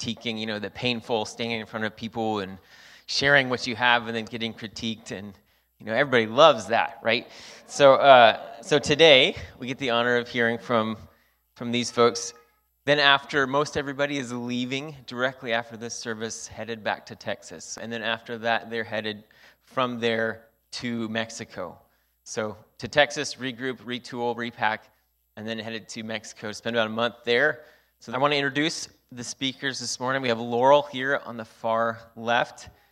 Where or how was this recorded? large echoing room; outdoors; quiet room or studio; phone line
large echoing room